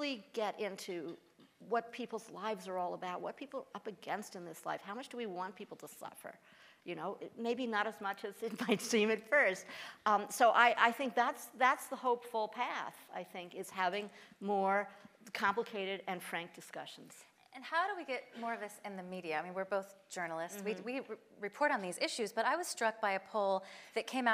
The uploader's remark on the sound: at Planned Parenthood Event in SF